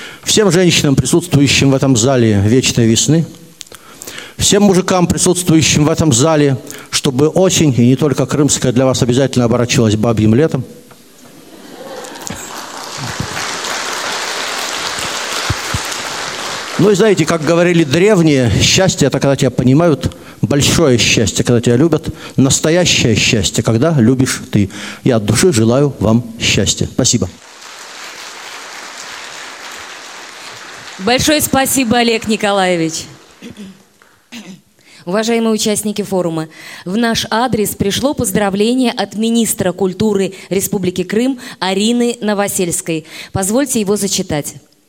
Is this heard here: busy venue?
yes